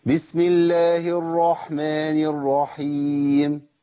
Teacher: املت حركة الفتح للراء المشددة · Term: إمالة الحركة